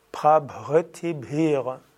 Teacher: Und natürlich, das H muss auch aspiriert gesprochen werden.